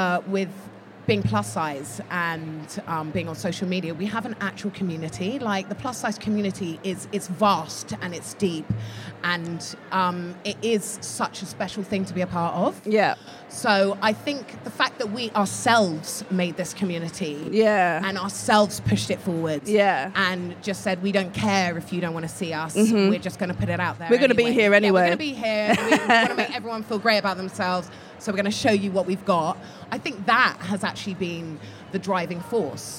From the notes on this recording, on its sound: Live at the Curve Fashion Festival 2019. We headed to the Curve Fashion Festival in Liverpool, England.